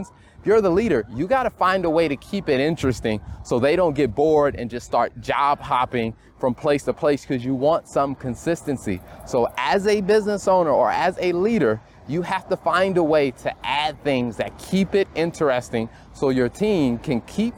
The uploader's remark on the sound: Brought to you from NYC. We are walking around Brooklyn New York, USA.